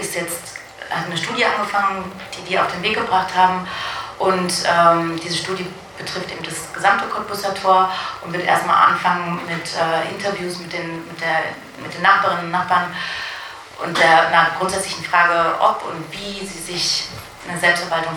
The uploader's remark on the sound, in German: Mitschnitt des Teil der drei der Veranstaltungsreihe "Rotes Berlin" der Stadt-AG der Interventionistischen Linken Berlin vom 10.01.2018